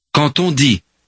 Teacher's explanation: Notice the liaison between quand and the next word.